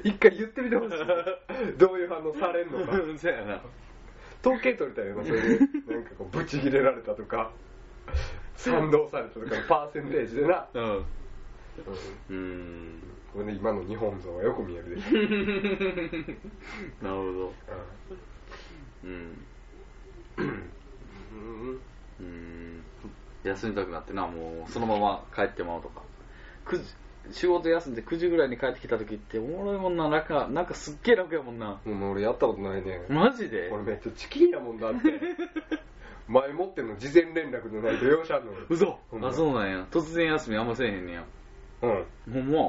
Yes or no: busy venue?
no